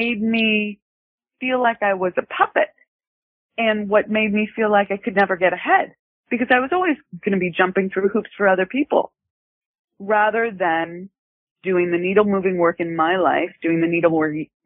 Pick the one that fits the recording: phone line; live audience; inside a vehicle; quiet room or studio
phone line